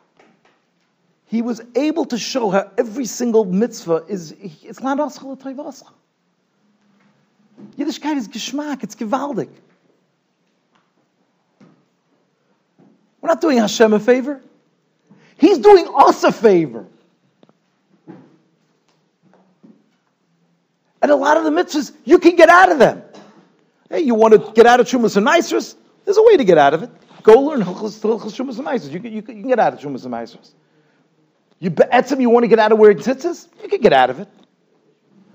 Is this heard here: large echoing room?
yes